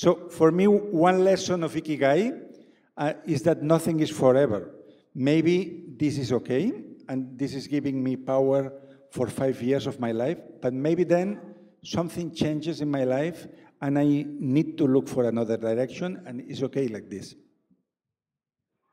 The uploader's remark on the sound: A live session from #JaipurLitFest2020. Joins us at the Jaipur Literature Festival.